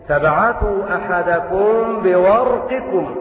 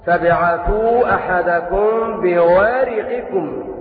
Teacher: والراء مفخمة لأنها ساكنة بعد فتح · Shown in: first take